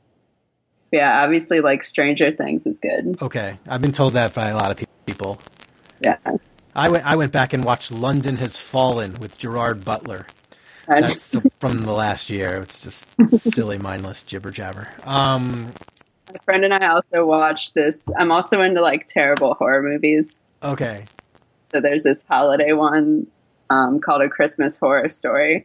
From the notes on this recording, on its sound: Apologies for the audio issues.